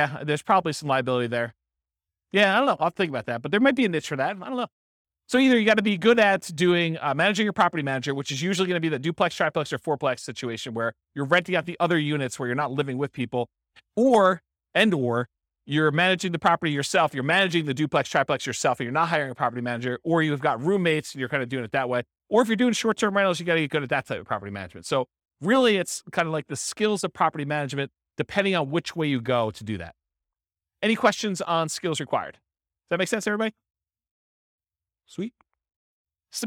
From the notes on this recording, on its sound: This was a live class recorded